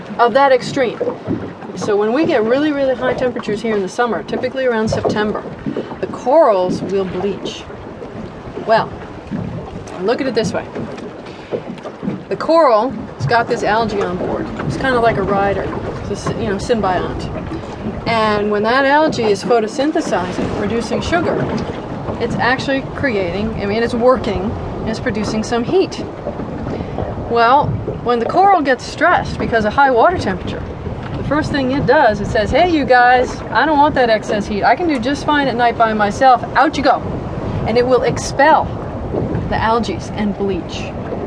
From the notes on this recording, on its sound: We go off the beaten path on horseback and in a boat. Listeners may find some minor audio issues since much of the travelogue was filmed outdoors.